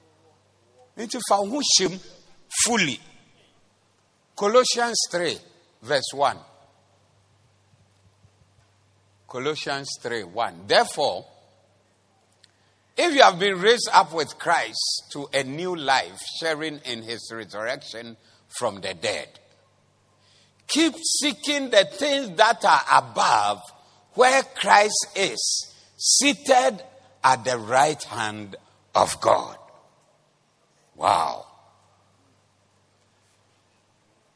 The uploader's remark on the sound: Preached at the Doxa Service 16042023